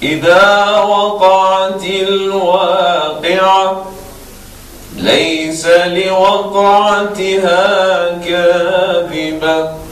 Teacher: الطبقة الأولى كانت أعلى من الثانية والثالثة أعلى من الثانية · Term: الطبقات الصوتية